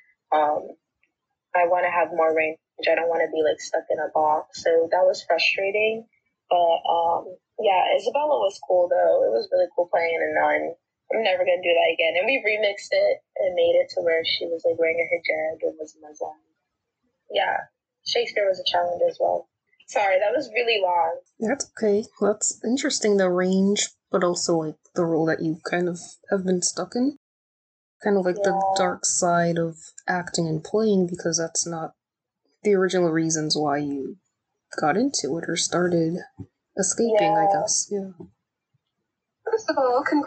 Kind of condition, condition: link, video call